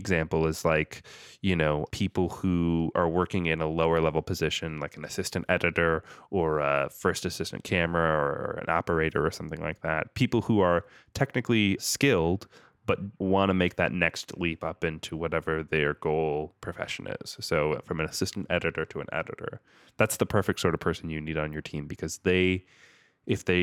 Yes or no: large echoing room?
no